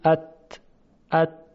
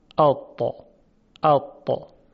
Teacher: برای تبدیل این ت به تا شما سعی کنید که انتهای زبان رو به طرف بالا بکشید · Shown in: second take · ات ات اطا اطا. · Term: تای دستدار